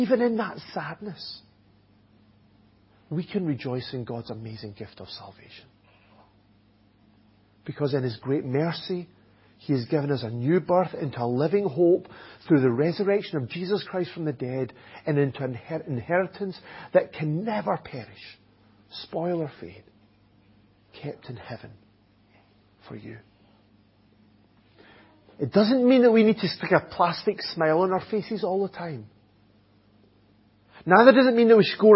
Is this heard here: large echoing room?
yes